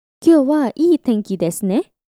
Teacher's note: Moving on, this particle is often used at the end of sentences. The ne particle is similar to a rising intonation. It can often translate to adding a question tag, asking for confirmation from the listener.